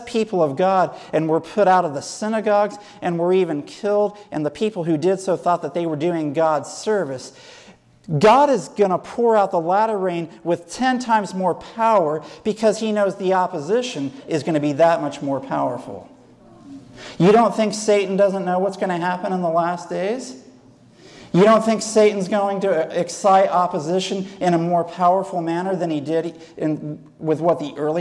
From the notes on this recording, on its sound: Sermon given at Fairplain Benton Harbor, MI SDA church on 2/20/2010.